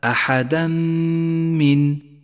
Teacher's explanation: أحدا من جاء التنوين وبعده حرف الميم وهو حرف إدغام بغنة، والواجب هنا أن نسقط التنوين من اللفظ وأن نقف على حرف الميم بعده بغنة زمنها حركتان وأن نشدد حرف الميم · Term: الإدغام بغنة